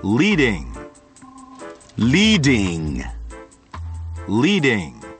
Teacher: 舌尖舔住紧贴上齿龈，气从两边流出来 · Term: L sound